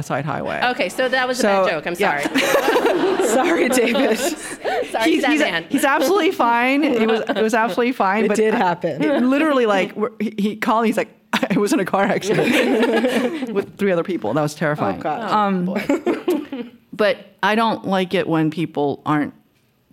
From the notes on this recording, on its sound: on stage at The Greene Space to kick off The Mash-Up Americans residency